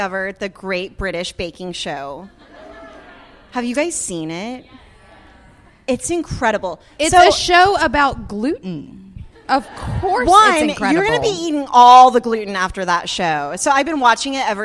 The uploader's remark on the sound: Woo and Curiosities Live from NOLA. We're coming at you live from our podcast recording at Being Boss New Orleans!